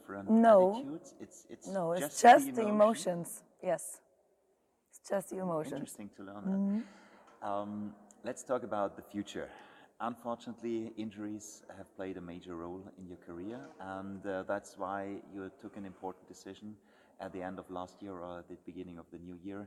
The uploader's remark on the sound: The episode was recorded on 9th of January in Pfungstadt on the morning of the final day at the EFA 2022 Fistball Men´s Champions Cup.